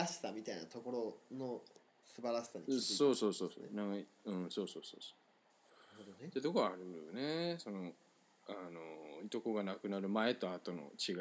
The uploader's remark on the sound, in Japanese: リモート収録のため音声のズレ、音量が小さいなど聞きずらいところございます。